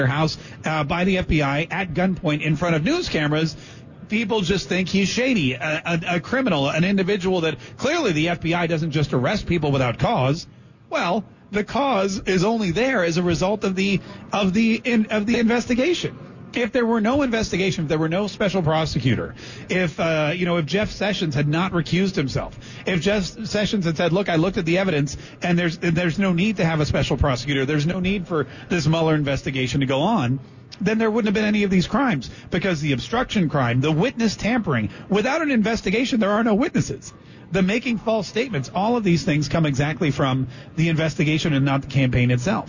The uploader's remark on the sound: Live on Location at MAIN EVENT!